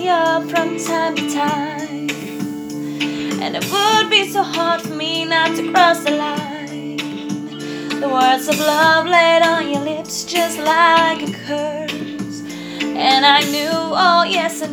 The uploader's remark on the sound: Recorded with my phone